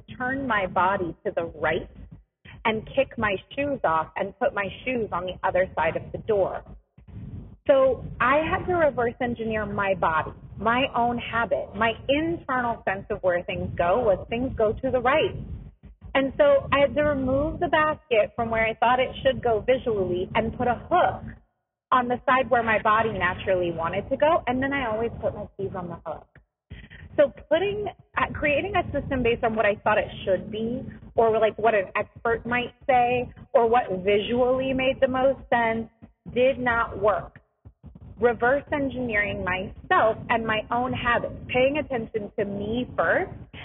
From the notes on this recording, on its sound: This episode has some rough audio quality